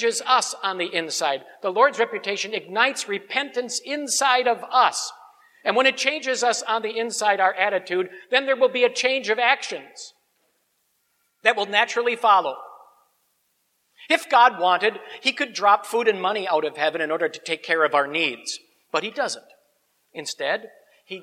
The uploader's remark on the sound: Sermon on Exodus 3:1-15 preached at Grace Ev. Lutheran Church.